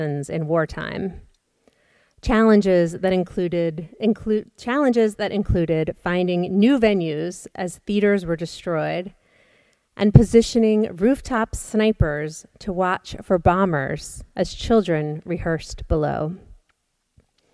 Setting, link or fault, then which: setting, large echoing room